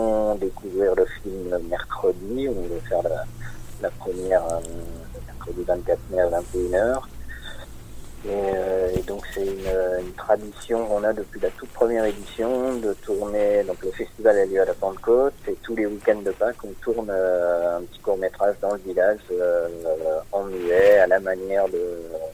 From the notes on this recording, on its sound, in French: Interview téléphonique